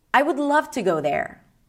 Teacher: So I'm ending the sentence with a really low note.